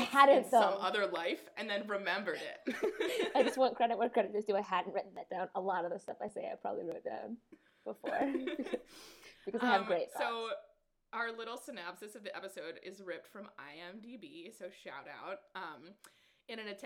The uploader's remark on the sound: apologize for the horrendous audio quality